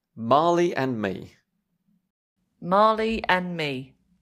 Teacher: I've dropped the D because of my accent, M. Not and, but Marley and Me.